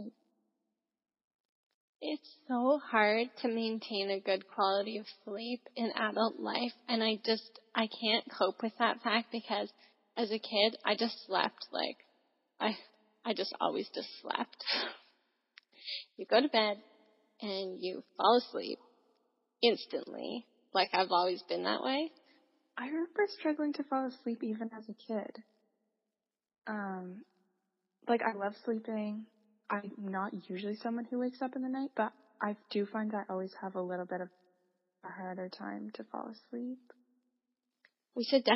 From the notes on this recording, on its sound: Come on a nature walk with us! We haven't completely figured out our technical side of the podcast but we did get together for another (long distance) chat between Ontario & BC.